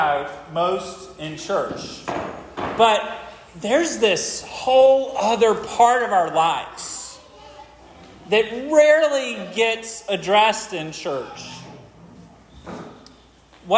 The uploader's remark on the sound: This sermon was preached at Hope Fellowship.